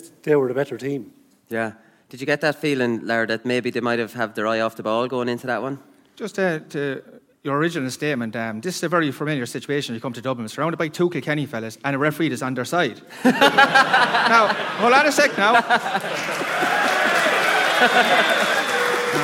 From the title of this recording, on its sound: live from Liberty Hall